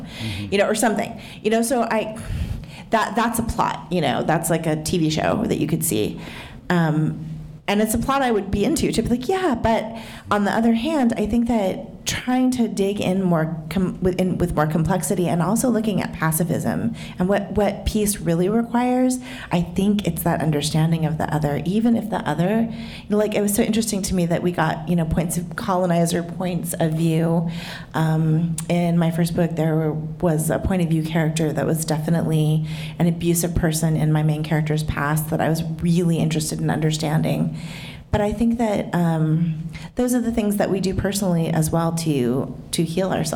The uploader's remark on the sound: This conversation was recorded in front of a live audience at Literary Arts.